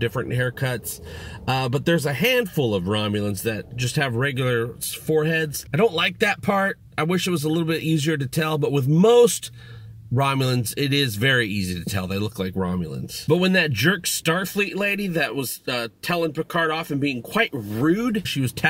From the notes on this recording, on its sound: Review From My Car. Blue Yeti Mic.